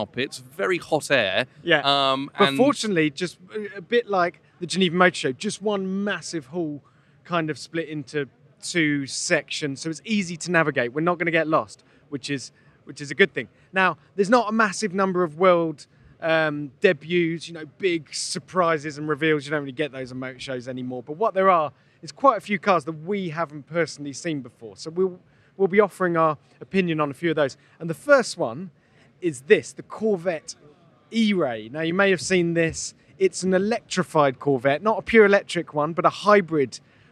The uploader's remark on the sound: Live From The New York Auto Show! For a stroll around the floor 2023 New York Auto Show.